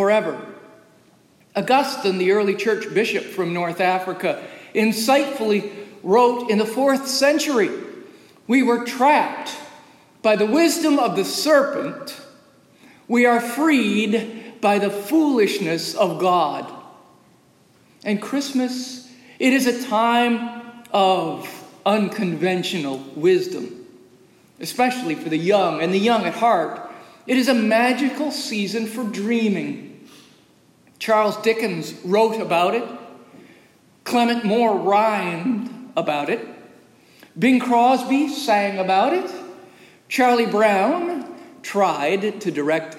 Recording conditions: large echoing room